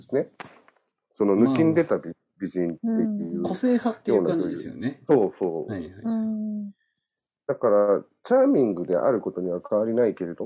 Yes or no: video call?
yes